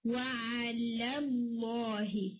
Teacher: اور next word میں نا وَعَلَى اللَّهِ، اس میں فرسٹ نام لائٹ ہے، والا والا جو لام ہے وہ لائٹ ہوگا اور لفظ جلالہ والا لام ہیوی ہوگا